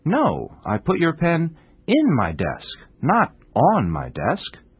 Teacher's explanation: But if the listener didn't hear me clearly and started looking for his pen on my desk,I would change the stress to the word in. · Term: contrastive stress